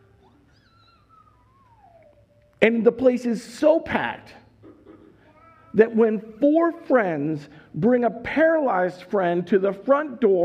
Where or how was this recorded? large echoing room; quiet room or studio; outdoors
large echoing room